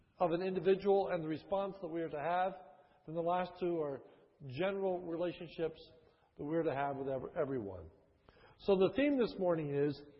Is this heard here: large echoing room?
yes